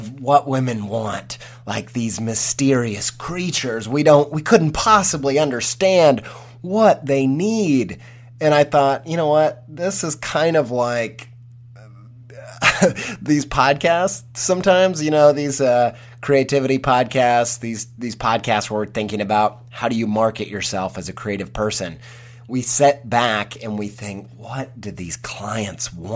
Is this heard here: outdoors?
no